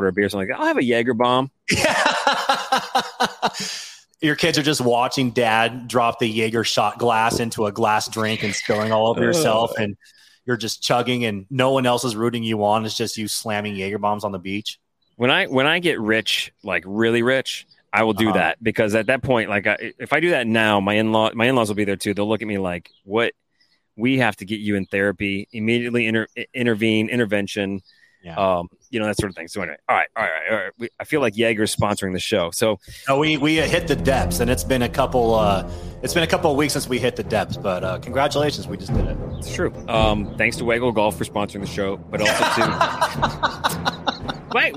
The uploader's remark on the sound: Live from Starbucks. From a coffee shop.